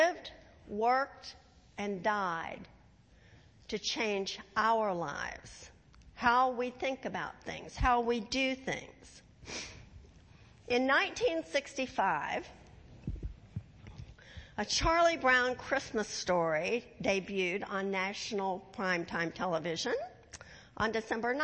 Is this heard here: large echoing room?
yes